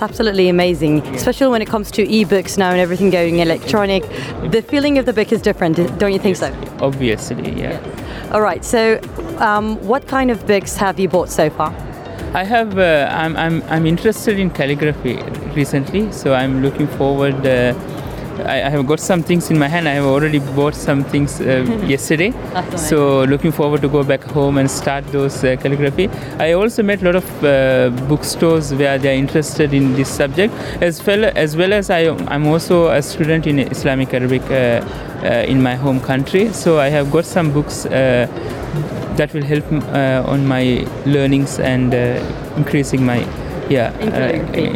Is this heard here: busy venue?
yes